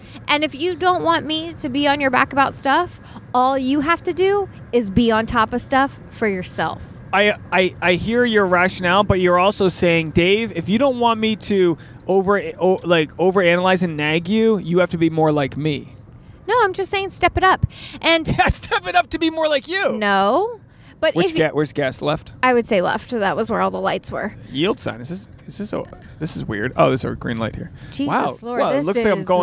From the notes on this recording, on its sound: This episode was recorded on Route 73 eastbound.